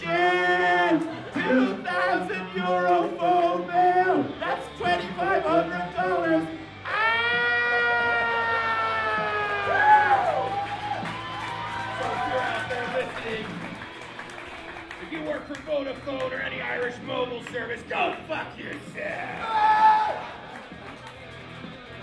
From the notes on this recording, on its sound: LIVE IN AUSTIN